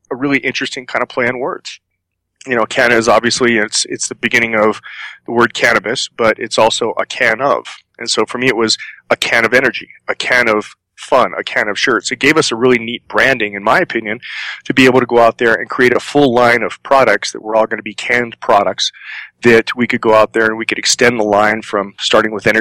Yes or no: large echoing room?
no